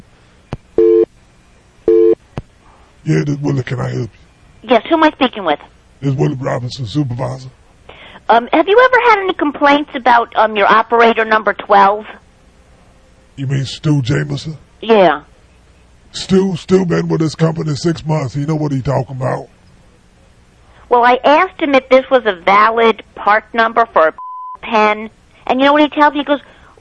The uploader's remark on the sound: Prank Phone Calls